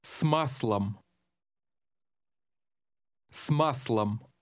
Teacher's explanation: Notice that the S blends into the following word so that the two sound like one.